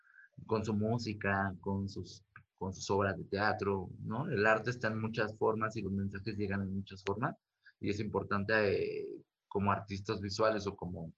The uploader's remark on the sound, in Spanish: Entrevisto vía zoom.